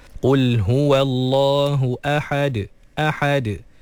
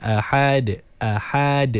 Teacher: Jadi ahad, kena pastikan lepas ha fathah terus matikan dalam huruf dal yang telah disukunkan kerana waqaf · Shown in: first take